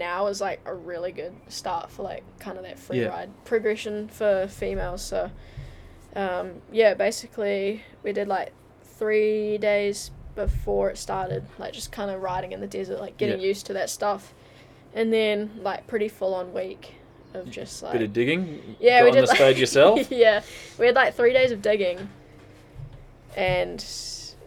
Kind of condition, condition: setting, outdoors